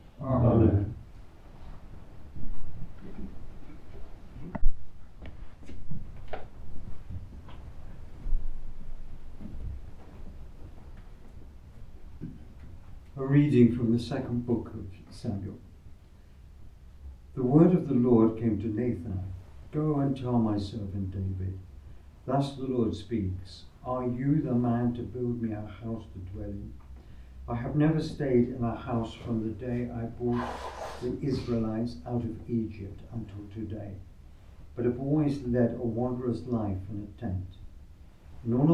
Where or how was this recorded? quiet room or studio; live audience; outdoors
live audience